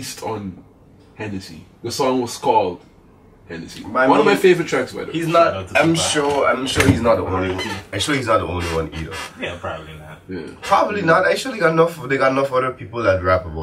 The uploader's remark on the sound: We also would like to apologize for the poor audio quality as well as the abrupt ending.